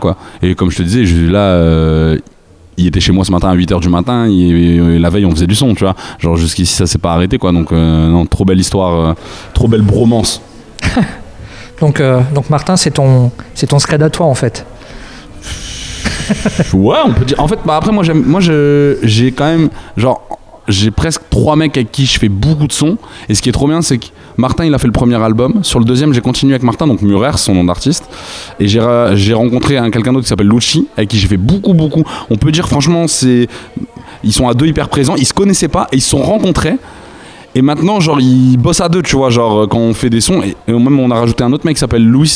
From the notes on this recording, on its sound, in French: Enregistrement réalisé lors du festival Hop Pop Hop